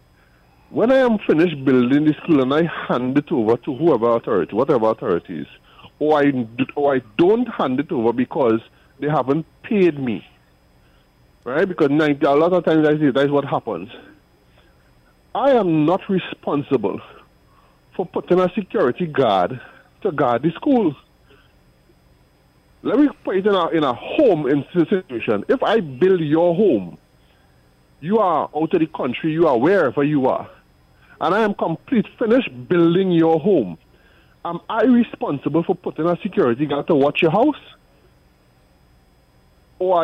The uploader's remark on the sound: During this hour we take calls from our audience